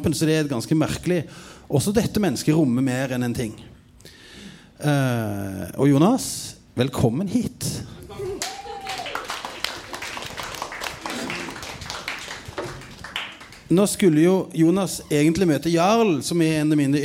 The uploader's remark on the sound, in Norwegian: Sesongens siste podkast, live fra Uhørt i Oslo.